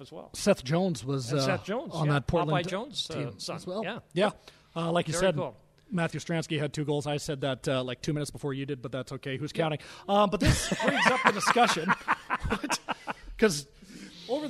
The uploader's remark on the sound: broadcast live from Wendel Clark's Pub and Grill in Saskatoon